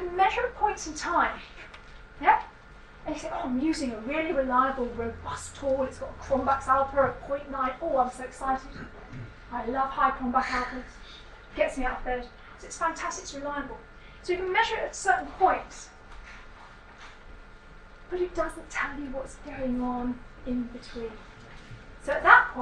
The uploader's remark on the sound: speaks at SRHE Academic Practice Network Event